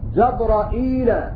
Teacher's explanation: قرأوا جبرائيل بزيادة همزة وياء في هذه الكلمة